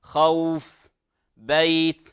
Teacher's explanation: تلاحظون أن الواو مفتوح ما قبلها والياء مفتوح ما قبلها، وهذا يسمى حرف لين. يمد بمقدار 2 أو 4 أو 6 حركات على حسب ما يلتزم القارئ في قراءته. · Term: المد اللين